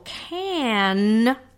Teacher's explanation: And so I show them, and then it's, you know, if you do the syllable can, just that one syllable with your hand under your chin, then you'll feel your mouth opening with the ah, and then when you're saying the n sound, it closes back up again. And so that's why that's a closed syllable, is because that consonant is closing your mouth back up.